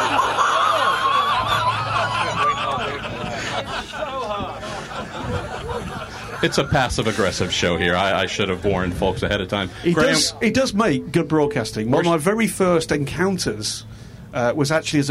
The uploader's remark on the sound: Live with Mazda From Daytona. Join in the fun from the Rolex 24 At Daytona edition of The Week In Sports Cars Live featuring Mazda Team Joest. To entertain more than 100 fans with stories and Q&A.